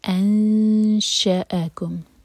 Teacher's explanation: نون کی آواز کو چھپانا ہے اور شین کے لیے زبان تیار کریں گے اور دو سیکنڈز کا ٹائم دیں گے. · Term: اخفا